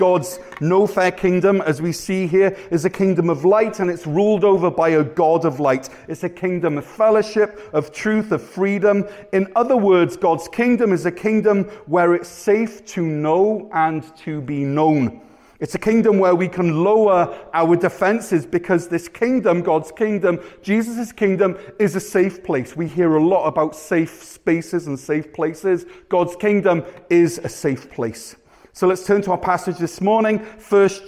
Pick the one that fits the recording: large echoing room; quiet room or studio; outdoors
large echoing room